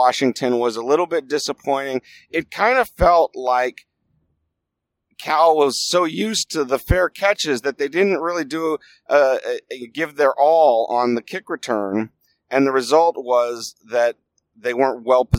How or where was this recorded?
inside a vehicle